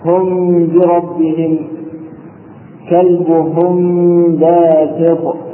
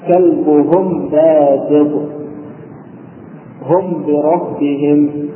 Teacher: وهذا الإخفاء يجب أن يكون بغنة مقدارها حركتان ويسمى بالإخفاء الشفوي لخروجه من الشفة · Shown in: first take